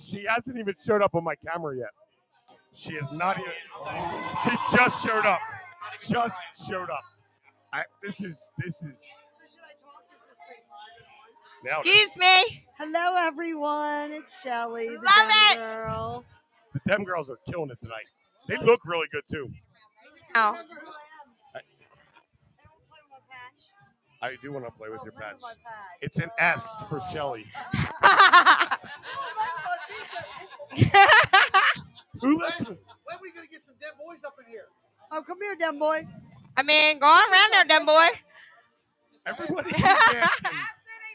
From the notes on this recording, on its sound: LIVE from the Club Giggity Hotel Takeover